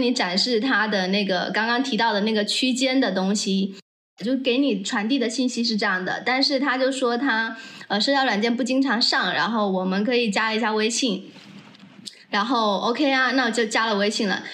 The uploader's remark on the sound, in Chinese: 这一期音频收音问题比较大，我后期调了很久还是没办法处理好